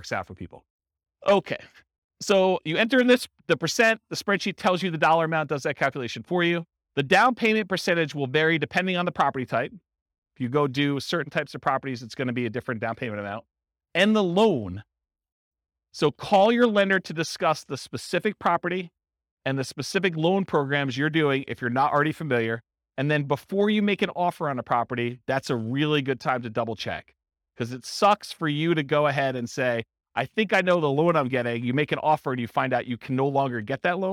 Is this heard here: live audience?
yes